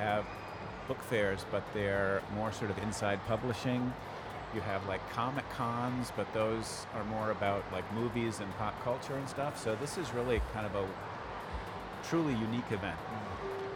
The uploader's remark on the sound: Live interview from SIBF 2022